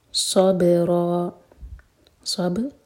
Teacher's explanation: صبر با پر قلقلہ، را ہیوی اور دو حرکہ لمبا، مد عوض عن التنوین.